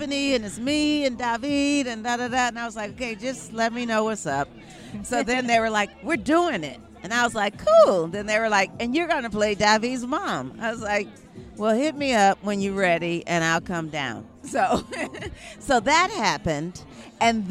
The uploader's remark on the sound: Restaurant alaMar Kitchen and Bar in downtown Oakland. To help co-host the in person (all vaxxed of course!) Blindspotting TV season finale. To be in an intimate setting with their loved ones, homies, and other cast members.